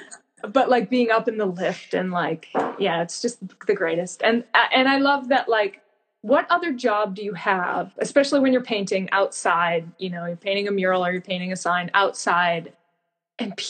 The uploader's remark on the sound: This episode has a few technical difficulties but if you can bear with us through some audio problems